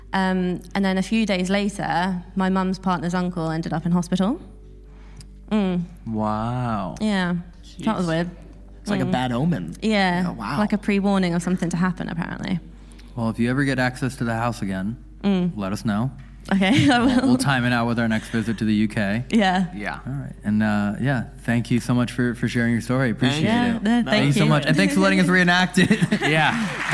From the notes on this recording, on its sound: This episode was filmed in front of a live audience at the haunted Charlton House in London on October 22, 2022.